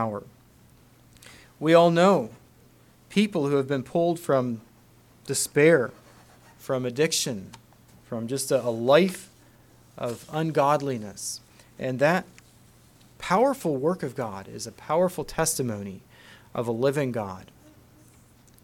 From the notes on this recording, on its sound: Message preached at Word Of Hope on August 13, 2023